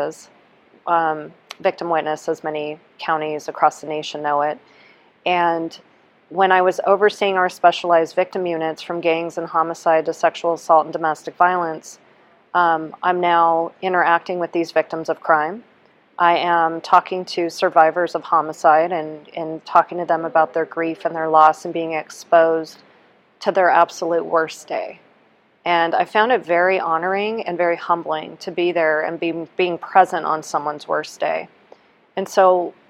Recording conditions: busy venue